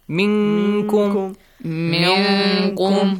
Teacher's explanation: When you hide the sound نون، try to hide it in a way which comes kind of close to the letter كاف · Term: nasal sound